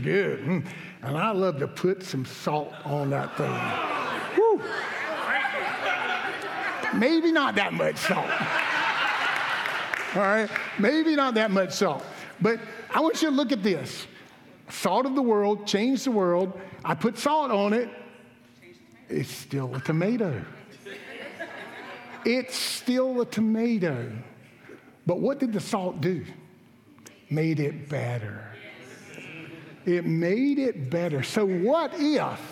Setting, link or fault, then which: setting, large echoing room